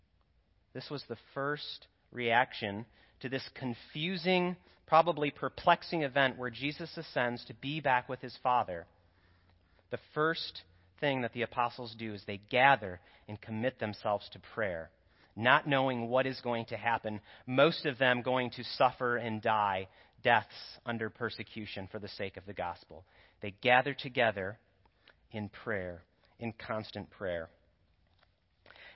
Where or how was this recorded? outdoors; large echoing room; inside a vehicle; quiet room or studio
large echoing room